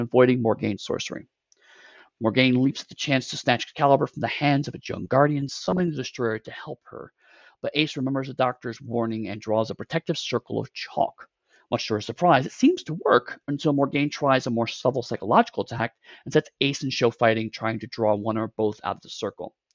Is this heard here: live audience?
no